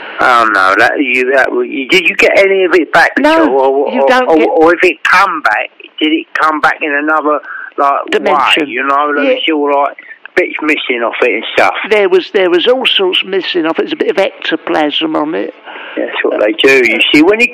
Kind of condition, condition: link, phone line